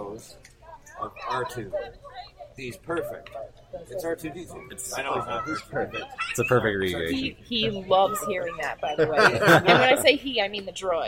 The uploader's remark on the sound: It's our first live show! Recorded during Star Wars Day at Storybook Gardens, right here in London. The interviews we conducted during Star Wars Day at Storybook Gardens. (The audio may be a little rough at points - bear with us as we work out the kinks of recording live!).